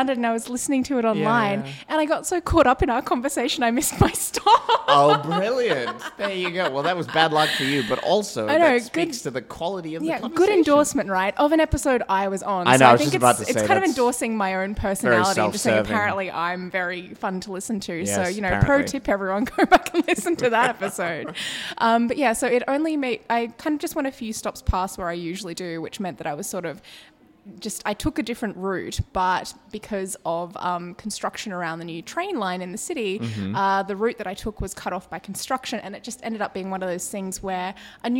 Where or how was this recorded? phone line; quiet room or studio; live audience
live audience